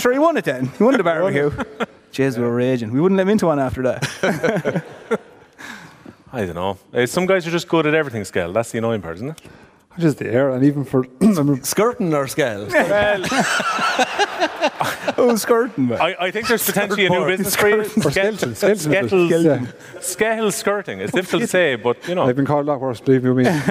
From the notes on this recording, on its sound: The Hurling Pod was LIVE in the Bord Gáis Energy Theatre